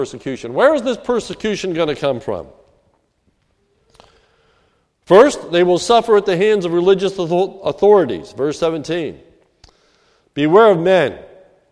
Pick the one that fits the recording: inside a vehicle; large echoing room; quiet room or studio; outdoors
large echoing room